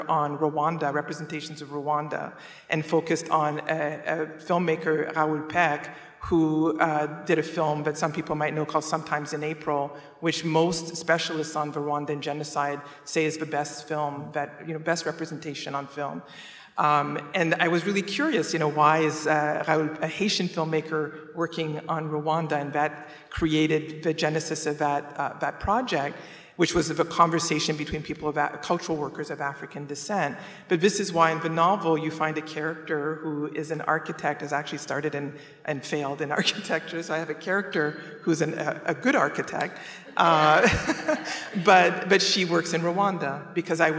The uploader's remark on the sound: We feature a conversation from the 2021 Portland Book Festival. This live event was moderated onstage.